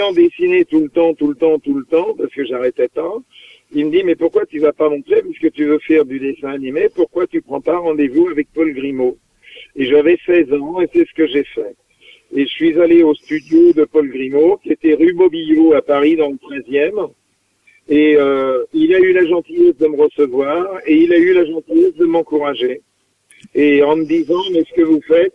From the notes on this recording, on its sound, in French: Reçoit par téléphone.